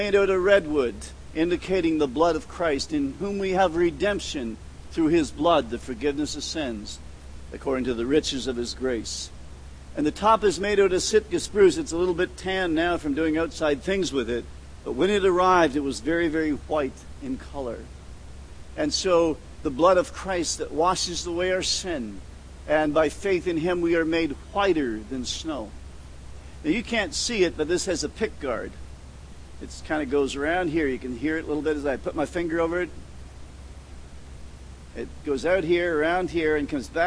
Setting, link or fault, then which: setting, large echoing room